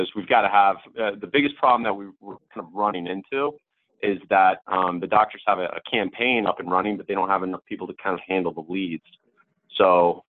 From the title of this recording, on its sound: Recording: TCI Doctors Call May